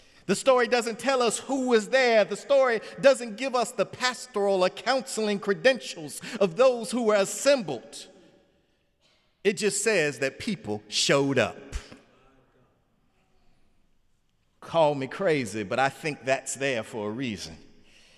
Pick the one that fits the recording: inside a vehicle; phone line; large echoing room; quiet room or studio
large echoing room